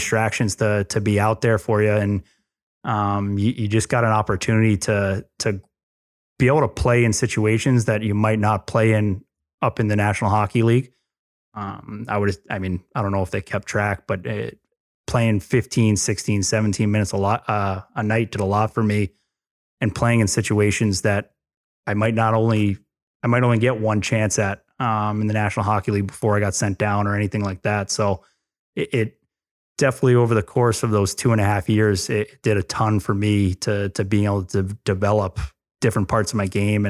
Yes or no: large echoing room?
no